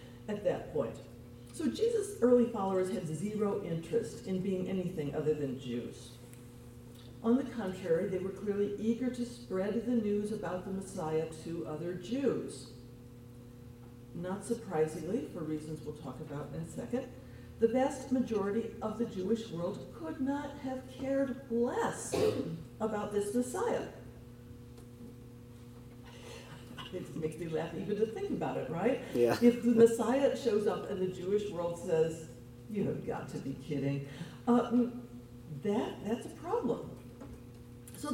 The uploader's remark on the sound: This podcast was recorded on April 30, 7:30 PM at Temple Sholom in Springfield Ohio.